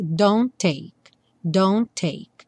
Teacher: entre o don't e o take, só um T aparece